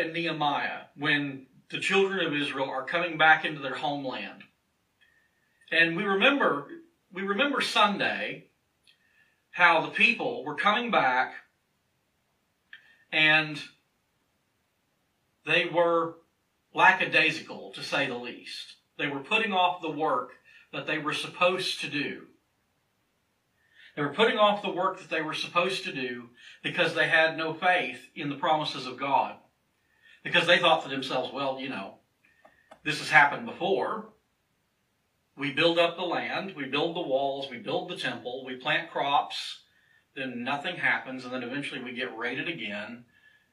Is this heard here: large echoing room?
yes